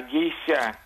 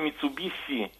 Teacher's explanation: …, там ведь «с» не наша «с», оно так называемое шепелявое «с», оно звук средний между «с» и «ш». Ближе к «с», совершенно верно.